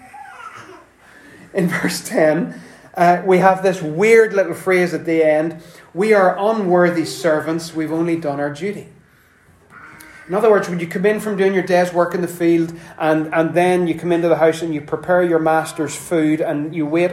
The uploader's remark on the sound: Apologies for the background wind noises provided by our youngest.